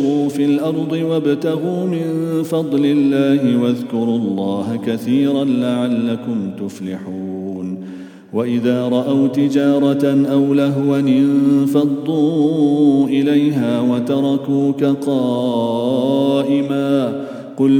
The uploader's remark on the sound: at the Houghton Masjid (West Street)